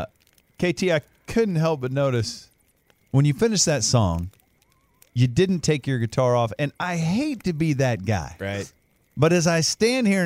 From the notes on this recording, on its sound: went outside for another sports campfire